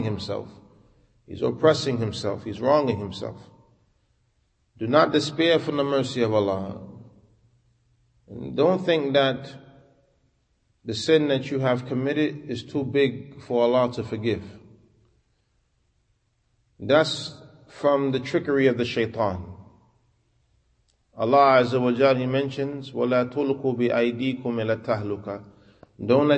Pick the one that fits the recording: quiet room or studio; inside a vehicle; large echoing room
large echoing room